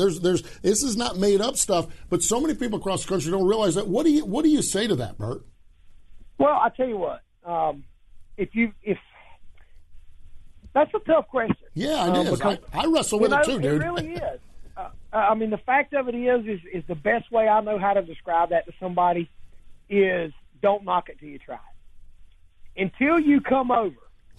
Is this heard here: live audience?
no